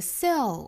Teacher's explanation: 元音发成 a 之后呢，去发舌侧音 l，舌尖抵住上齿龈，形成一个舌头的过渡